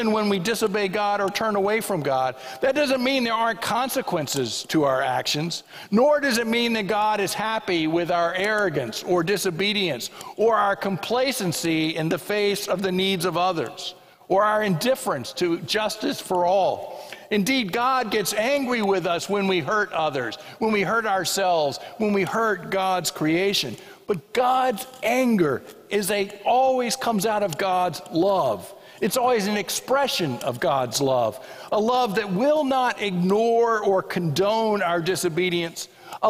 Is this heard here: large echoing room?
yes